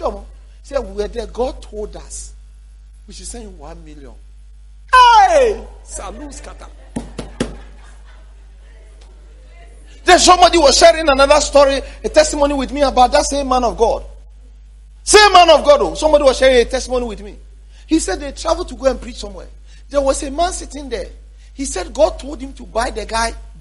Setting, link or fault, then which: setting, large echoing room